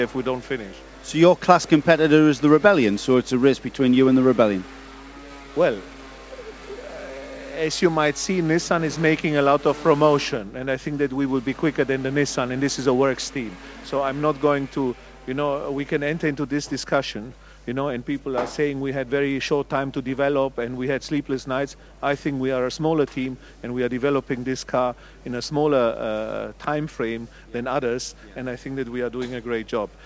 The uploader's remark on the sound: Live from Le Mans.